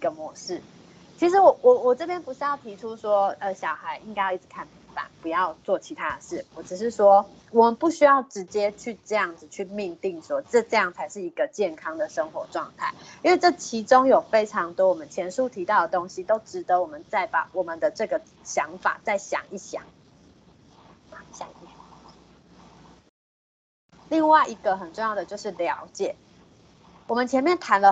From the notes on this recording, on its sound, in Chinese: 此為線上課程錄音檔